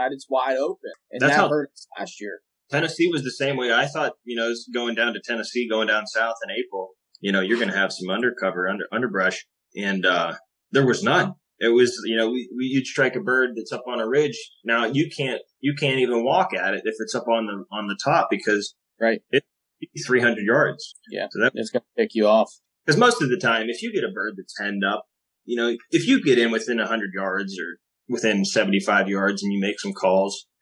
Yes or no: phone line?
no